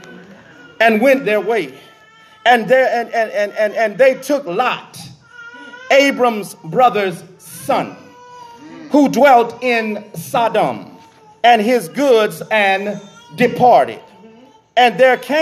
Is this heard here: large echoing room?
yes